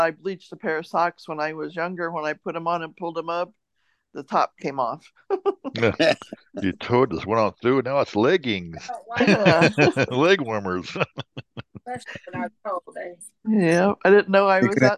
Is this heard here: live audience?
no